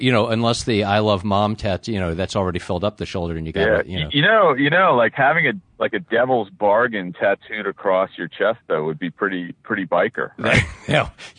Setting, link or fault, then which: link, phone line